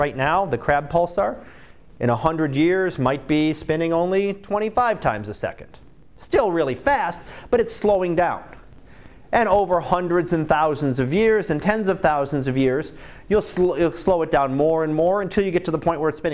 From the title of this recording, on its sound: Live Class Lecture